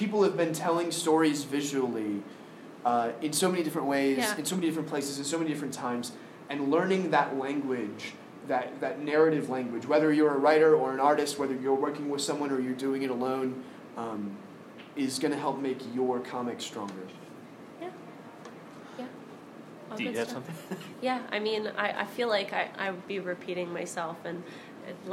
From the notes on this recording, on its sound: Harford County Public Library Comic Con panel